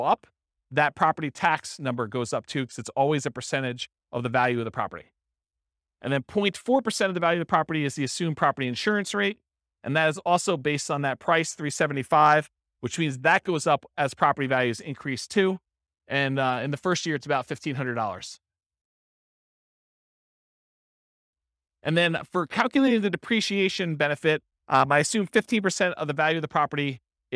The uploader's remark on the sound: This was a live class recorded